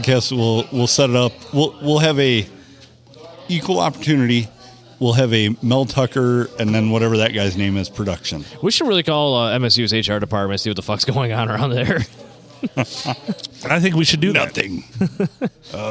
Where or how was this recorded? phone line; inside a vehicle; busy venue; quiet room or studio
busy venue